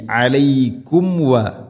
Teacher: സാക്കിനായ മീമിന് ശേഷം വ, രണ്ട് ചുണ്ടുകൾ തമ്മിൽ തട്ടി മീമിനെ പൂർണ്ണമാക്കണം